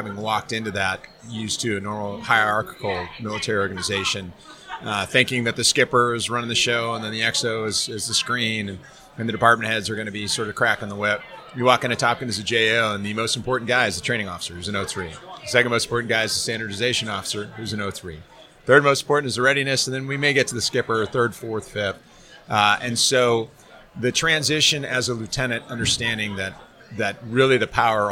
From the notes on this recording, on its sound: Live from Tailhook 2019